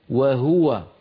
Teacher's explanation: هذه الكلمة مضمومة الهاء على رواية حفص عن عاصم · Term: ضم الهاء